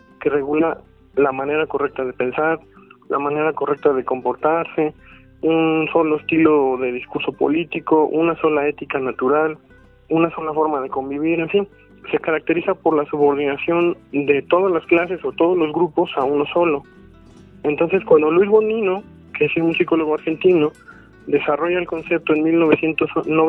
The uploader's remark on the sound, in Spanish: En este episodio sostuvimos una charla telefónica.